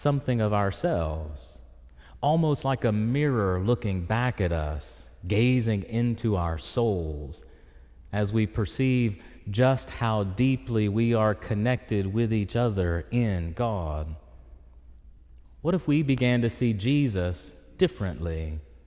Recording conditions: large echoing room